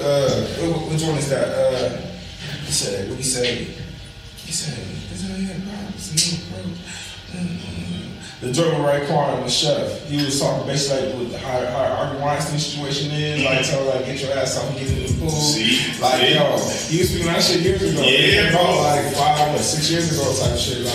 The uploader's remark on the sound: The audio was off on this one. Excuse our technical difficulties.